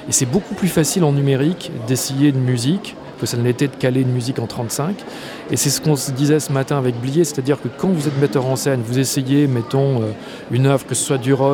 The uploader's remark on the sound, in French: Toute cette semaine, nous plantons nos micros dans le hall du Centre des Congrès pour suivre au plus près le festival Premiers Plans.